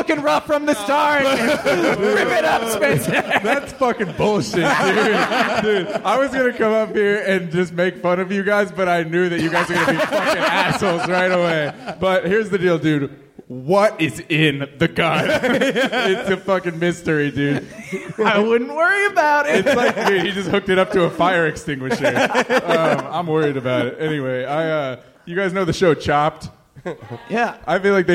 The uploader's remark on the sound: This live talk show was recorded in front of a human audience. At Go Bananas Comedy Club in Cincinnati, OH.